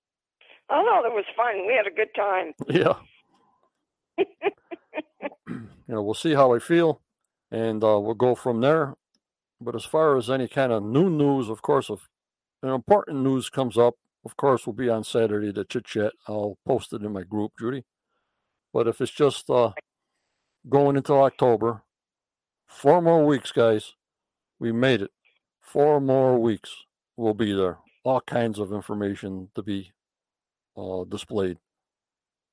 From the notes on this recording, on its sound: on the phone